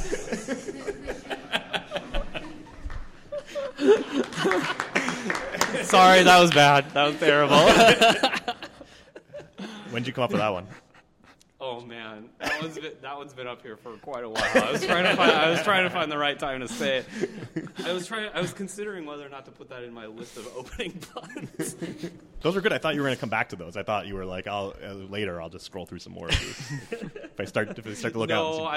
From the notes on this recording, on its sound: Live from RailsConf. We also field audience questions.